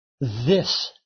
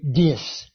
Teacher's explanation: it's very common among Canadian French-speaking people that they aren't able to form those TH sounds · Shown in: second take · the way we can.